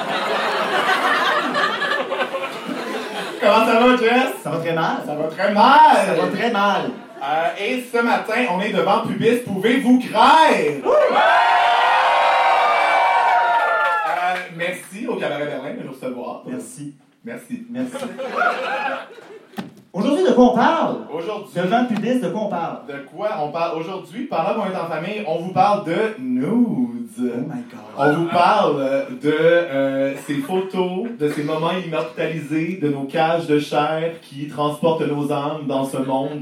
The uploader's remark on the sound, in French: notre enregistrement live devant pubis